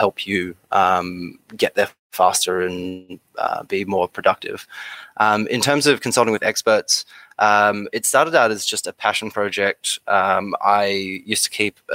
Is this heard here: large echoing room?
no